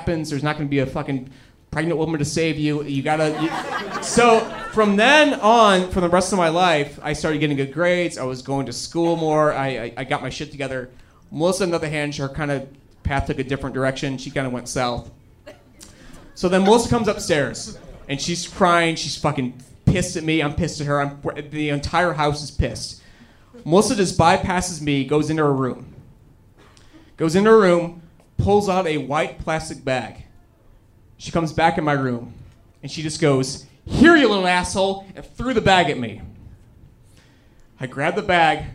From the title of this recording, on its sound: Live From Chicago 3!